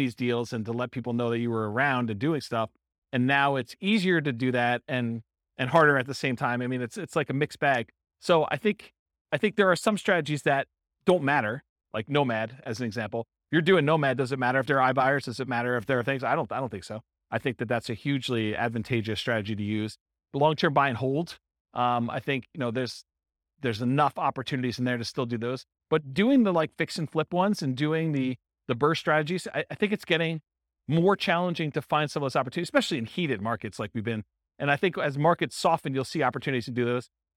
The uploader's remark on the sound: This was a live class recorded